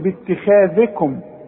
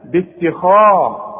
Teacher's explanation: باتخاذكم كل الكلمة دي ما فيهاش الا الخاء مفخمة، ففخمها لي، ما تقولش باتخاذكم، لا باتخاذ، رقق التاء فخم الخاء · Shown in: second take · باتخاذ وطلع لسانك زي ما انت عارف في الذال، باتخاذكم واكسر للذال دي، باتخاذكم العجل.